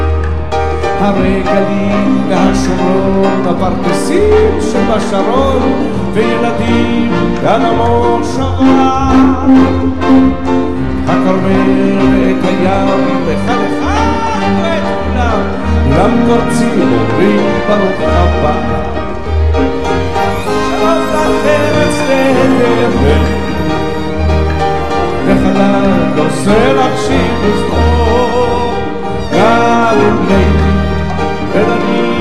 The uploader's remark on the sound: A Concert of Jewish Unity Live from The Great Synagogue of Paris.